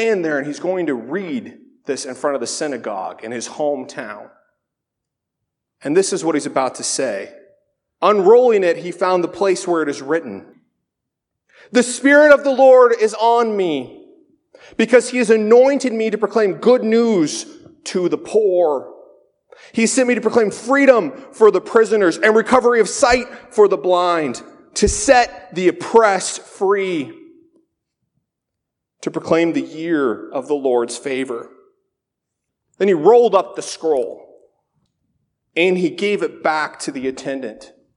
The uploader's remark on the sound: This sermon was originally delivered at Faith Reformed Church in Lynden, WA on February 3, 2019.